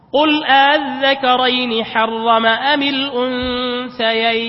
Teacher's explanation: التسهيل يعني أن تنطق الهمزة بين الهمزة والألف